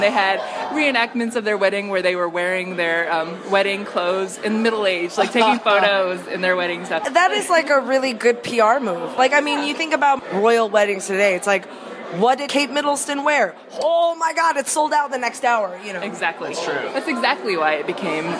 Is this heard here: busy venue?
yes